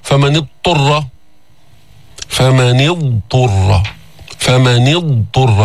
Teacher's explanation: ضاد وبيجي بعدها طاء كمان، ما في إدغام، ما بتقول فمن اضطر، فمن اضطر، فمن اضطر، تظهر الضاد بعدين تأتي بالطاء · Term: بيان الضاد